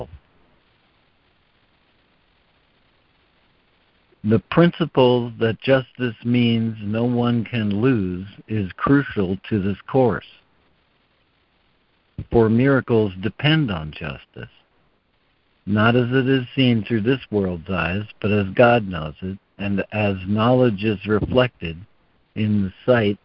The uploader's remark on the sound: ACIM Daily Conference Call